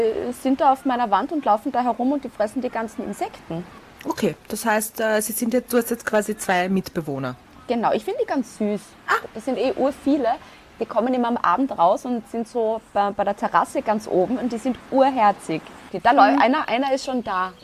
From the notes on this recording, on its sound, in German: Hintergrundgeräusche gibts oben drauf